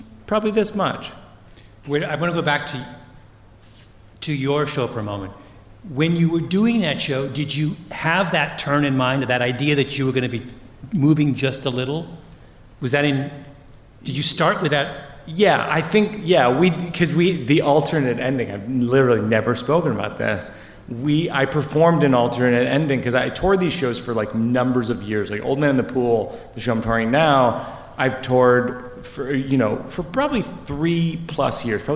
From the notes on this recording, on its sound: From our first-ever Revisionist History: LIVE events at the Town Hall in New York City and the Fillmore Philadelphia